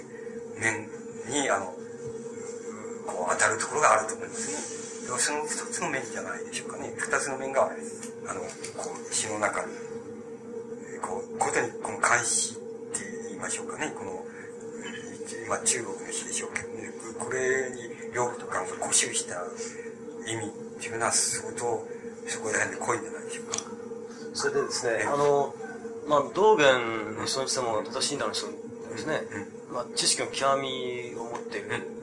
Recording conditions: background noise